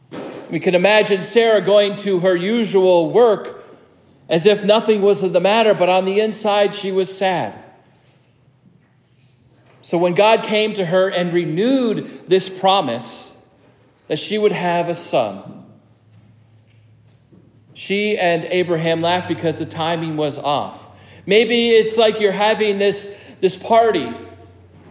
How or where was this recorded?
large echoing room